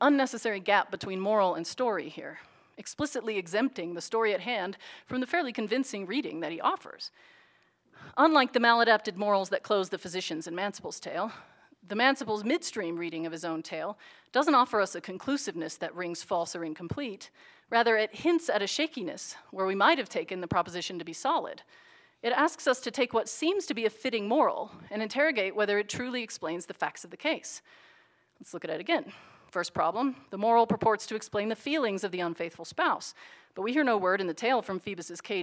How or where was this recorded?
large echoing room